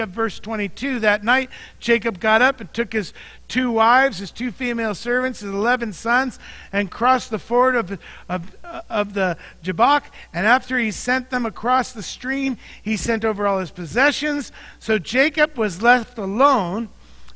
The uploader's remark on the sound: Mt. Zion Church Live!